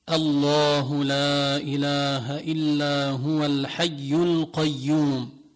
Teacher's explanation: اللام في اسم الله تفخم إذا وقعت أول الكلام، كأن أردت أن تقرأ آية الكرسي فتقول الله لا إله إلا هو الحي القيوم، تبدأ الله في ابتداء الكلام تقول الله، اللام مفخمة.